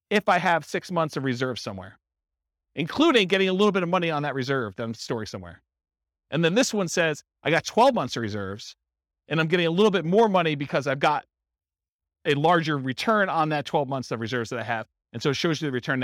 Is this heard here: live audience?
yes